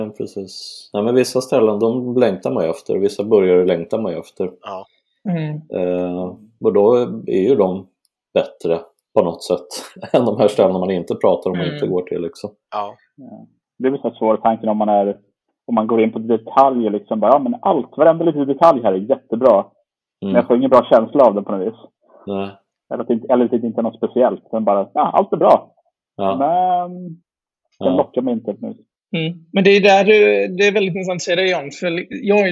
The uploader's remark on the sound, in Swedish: Vi spelar in kortare extrainsatta avsnitt på distans. Vi ber om ursäkt för den varierande ljudkvaliteten.